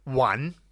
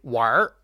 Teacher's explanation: So, for example, I might say one, but if I say war, there's no N anymore. It just kind of gets melted into the R and lost. · Shown in: second take · So that's the way you can think of R there, is it kind of combines.